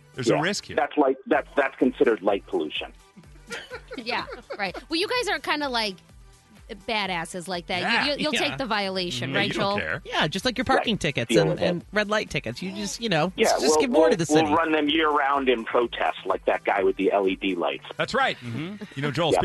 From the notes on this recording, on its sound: Teachers called